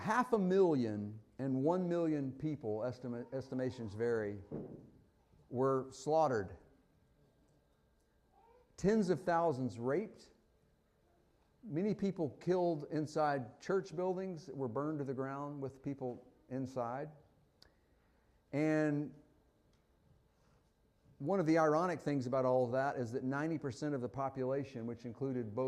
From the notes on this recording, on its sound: Fuquay-Varina church of Christ sermon audio from Sunday, April 16, 2023.